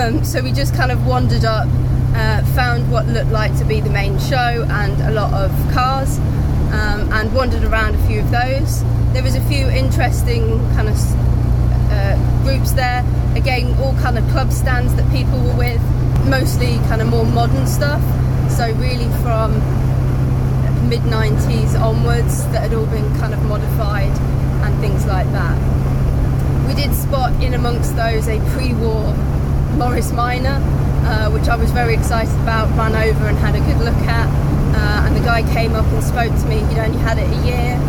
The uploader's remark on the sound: all recorded from my 1968 Morris Minor, Peggy